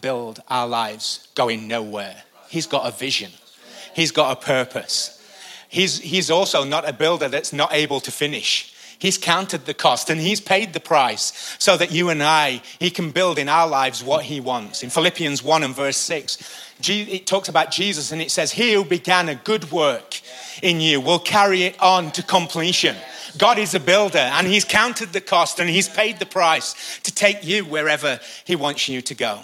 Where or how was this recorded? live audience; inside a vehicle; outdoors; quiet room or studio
live audience